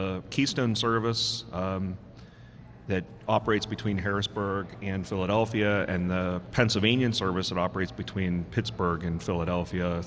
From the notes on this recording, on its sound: Road Trip at Lancaster Amtrak station. It's called Smart Talk Road Trip - a live on location broadcast of the program.